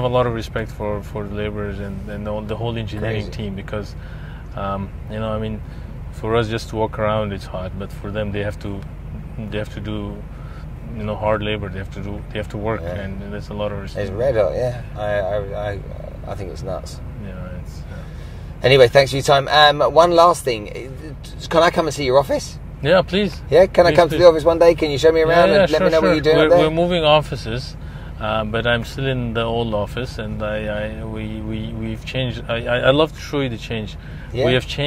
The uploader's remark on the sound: We spent the day in the car on site at one of his many real estate projects in Dubai.